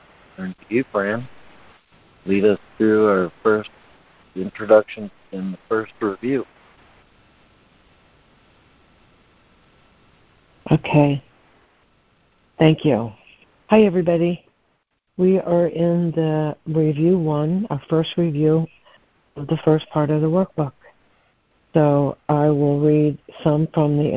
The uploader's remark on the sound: ACIM Daily Conference Call.